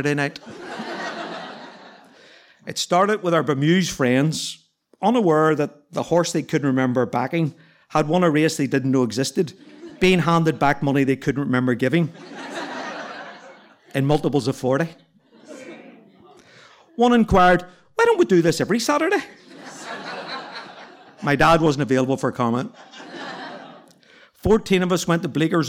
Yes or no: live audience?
yes